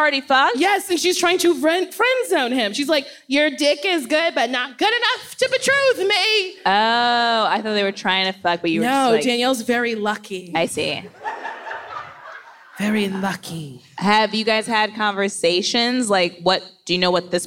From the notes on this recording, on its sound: We’re live from the Netflix Is A Joke festival. Lots of wonderful questions from our audience!